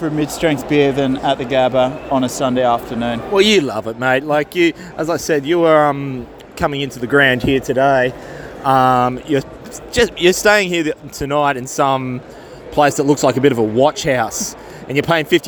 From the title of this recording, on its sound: ON LOCATION AT THE GABBA IN BRISBANE